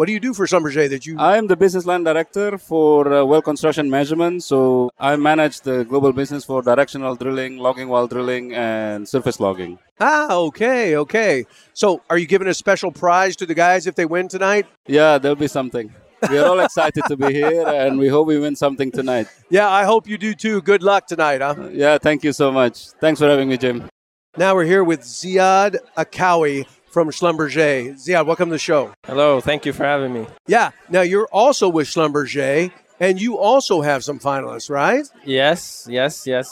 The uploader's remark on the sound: Live from the 2022 World Oil Awards